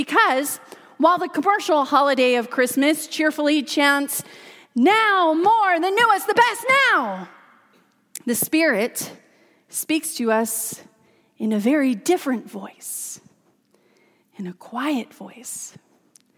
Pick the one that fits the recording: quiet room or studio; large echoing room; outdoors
large echoing room